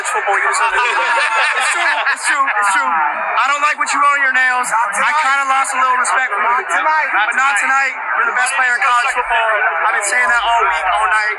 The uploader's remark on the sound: With a live interview from the game in South Bend.